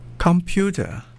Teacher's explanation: in North American English, only the middle syllable, P-U, gets the stress